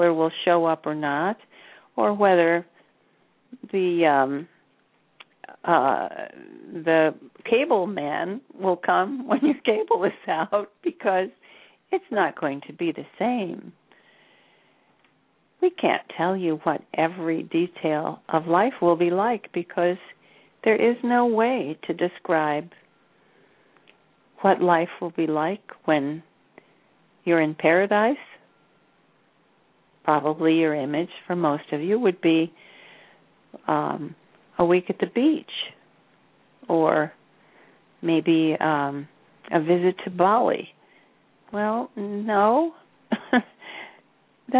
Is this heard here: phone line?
yes